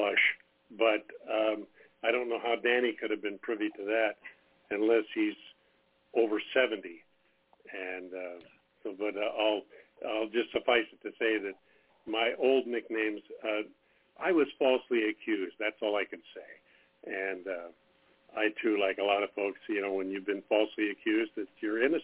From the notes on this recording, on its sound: Conference Call